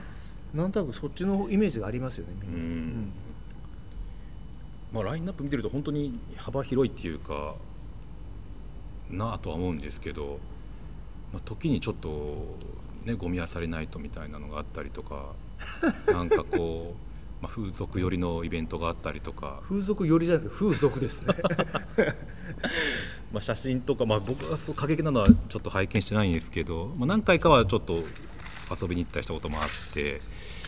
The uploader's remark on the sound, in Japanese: 収録場所：東京カルチャーカルチャー（渋谷）